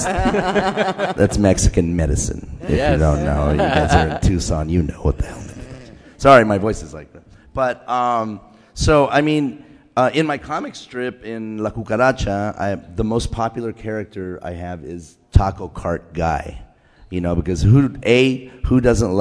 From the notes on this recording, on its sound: Today on 30 Minutes, we bring to you excerpts from the 2016 Tucson Festival of Books.